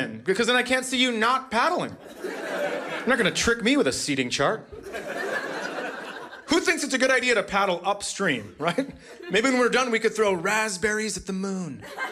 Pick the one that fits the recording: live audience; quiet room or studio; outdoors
live audience